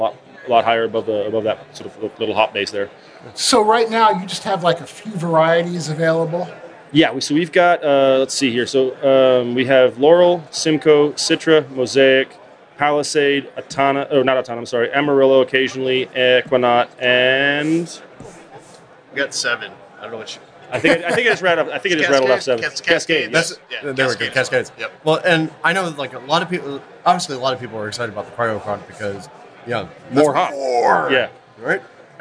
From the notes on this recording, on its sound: Live in Beervana. In this special live episode.